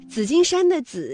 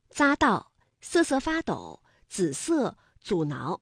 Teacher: 紫金山的紫是平舌音滋加上韵母一，读音呢为三声